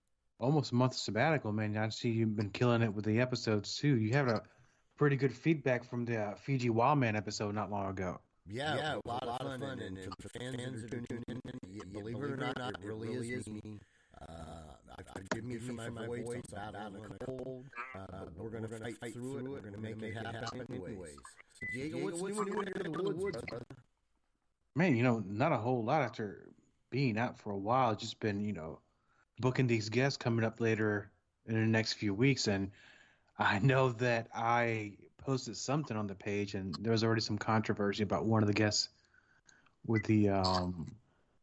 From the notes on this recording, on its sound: Unfortunately technical issues had an impact on our audio for this episode.